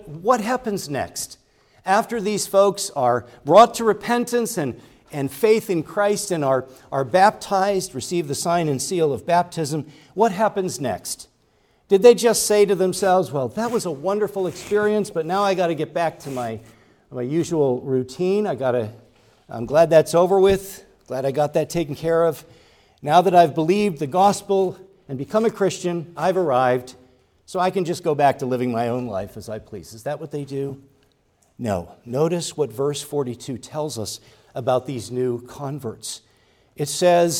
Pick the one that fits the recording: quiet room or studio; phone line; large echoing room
large echoing room